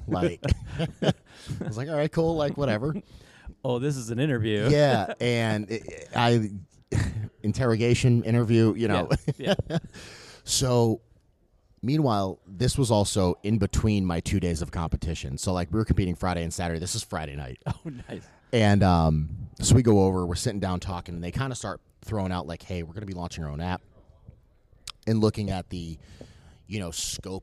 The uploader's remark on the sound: LIVE from the CrossFit Games. We sat down LIVE at the CrossFit Games.